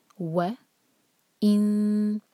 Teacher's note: واو کے لیے ہمارے ہوٹ ہمیشہ گول ہونے چاہیے، اس کو وی کی طرح نہیں پڑھتے بلکہ ڈبلیو کی طرح پڑھتے ہیں، ڈبلیو جو ہوتا ہے نا انگلش میں، تو ہمارے جو اوپر کے دانت ہیں نیچے ہوٹ پر بالکل نہ لگیں، ہمارے ہوٹ گول ہونے چاہیے واو کے لیے.